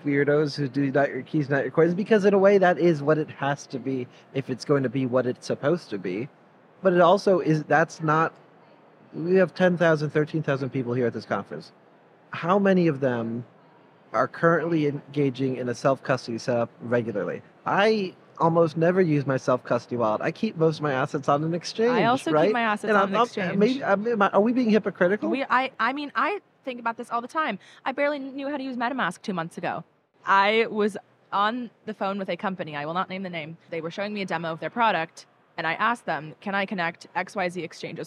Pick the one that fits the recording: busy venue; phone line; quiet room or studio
busy venue